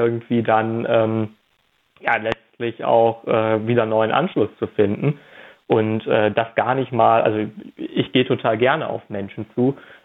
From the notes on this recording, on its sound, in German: Telefoninterview